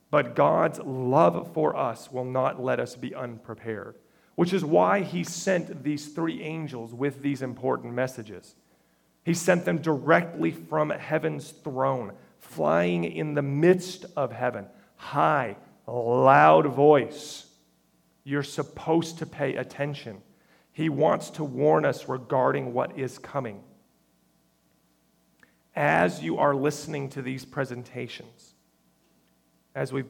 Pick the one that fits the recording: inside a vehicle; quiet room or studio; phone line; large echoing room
large echoing room